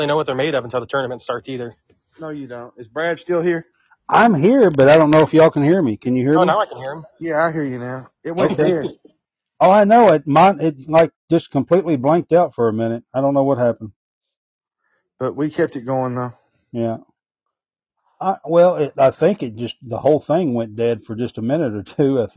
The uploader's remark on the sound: We had connection difficulties with this Live tonight!